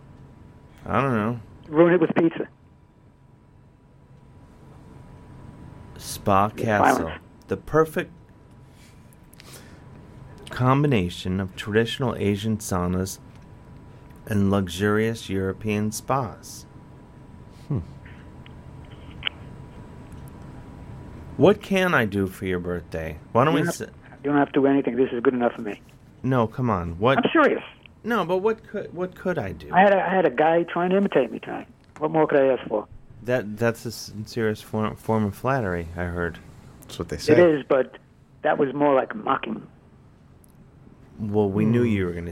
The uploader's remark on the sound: talks on the phone and such